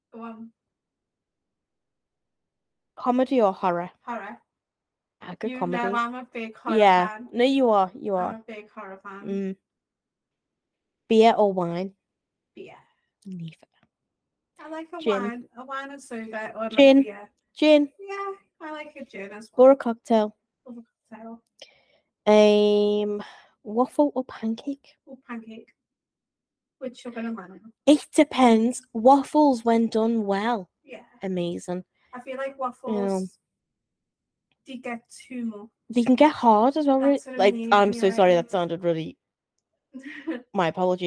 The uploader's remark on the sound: There was an issue with one of our mics during the record of this episode which resulted in less-than-ideal audio. Apologies for the subpar audio in these few episodes, we promise we have since fixed it.